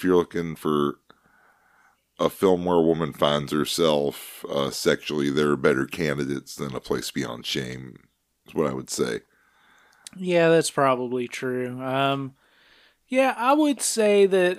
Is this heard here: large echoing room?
no